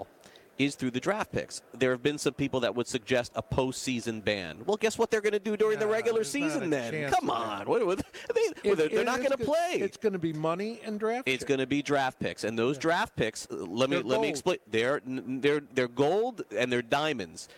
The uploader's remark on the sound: LIVE FROM THE MLB WINTER MEETINGS